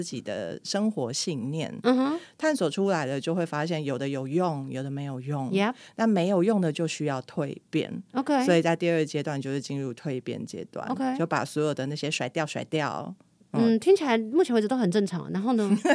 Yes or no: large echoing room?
no